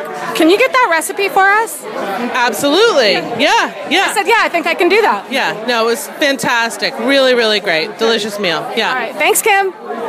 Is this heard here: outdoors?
yes